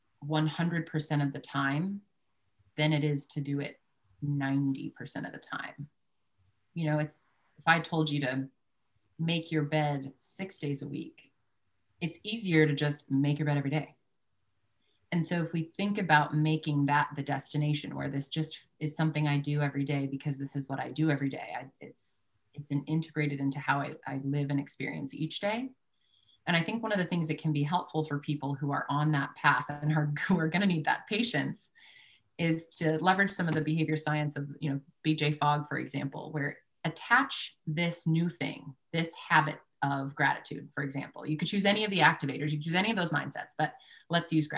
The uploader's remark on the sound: Mindset webinar recording.